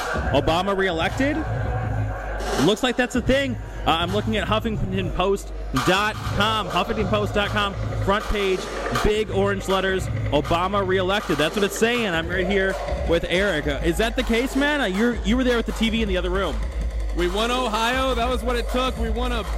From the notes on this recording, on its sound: broadcasts live from Cobra Lounge during election night 2012